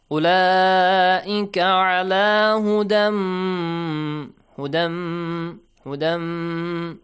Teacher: Idgham with ghunna. With nasal sound.